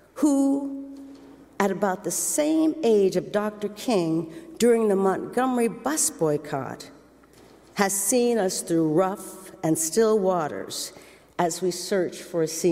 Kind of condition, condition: setting, large echoing room